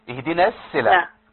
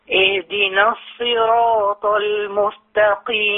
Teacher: بس خد بالك الصاد فيها شبه سين · Shown in: first take